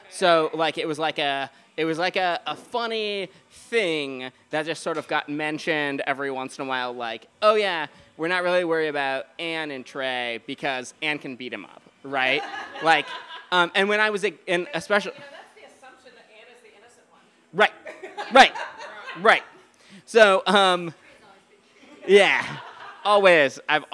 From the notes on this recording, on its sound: A special Listener Lore from our Live 2019 Halloween Show at The Goat House Biergarten!